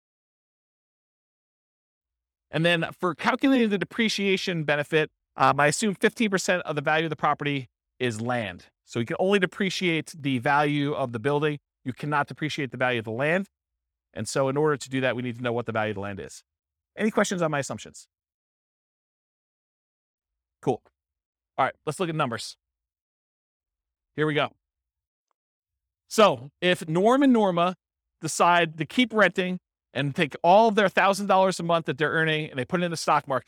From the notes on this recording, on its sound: This was a live class recorded